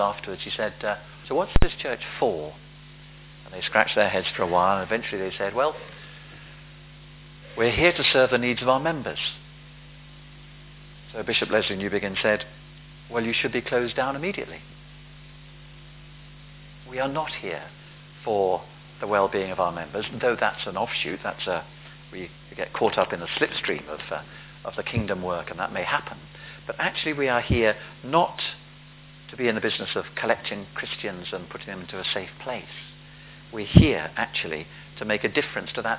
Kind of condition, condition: setting, large echoing room